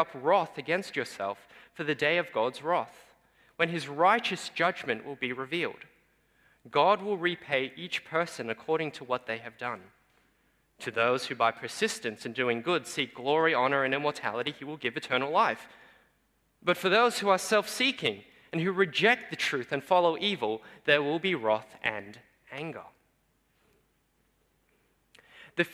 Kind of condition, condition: setting, large echoing room